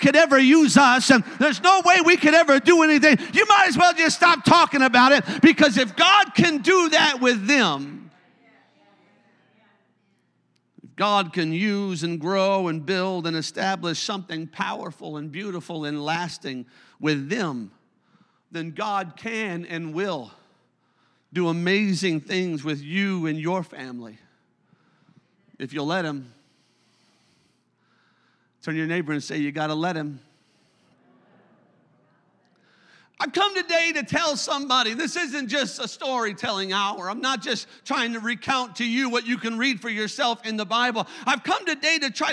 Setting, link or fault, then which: setting, large echoing room